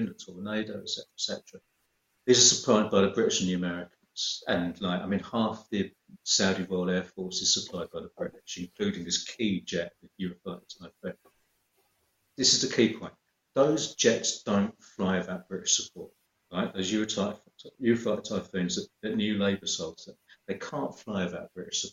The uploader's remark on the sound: Season 9 is recorded entirely via video call during the COVID-19 Global Pandemic. Pride themselves on ensuring a comfortable and encouraging recording atmosphere but this is clearly difficult to suffice remotely.